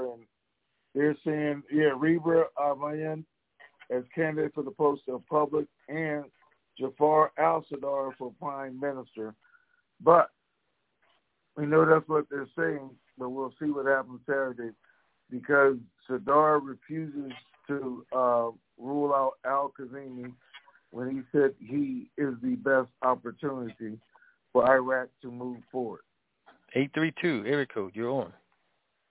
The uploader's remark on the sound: TNTSuperfantastic Conference Call